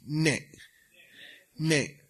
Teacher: The da drops out, and in linguistic compensation, the whole vowel gets shortened.